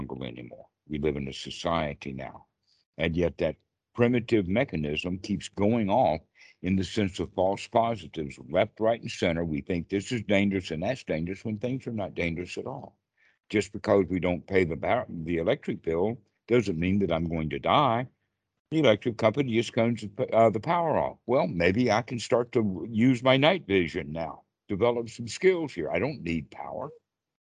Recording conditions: video call